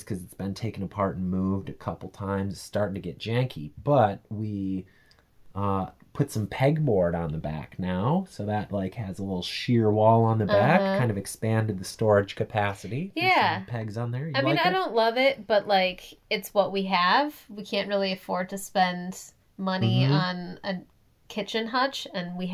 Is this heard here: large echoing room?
no